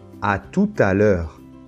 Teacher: on va prononcer le T final de tout parce qu'il y a ce phénomène de la liaison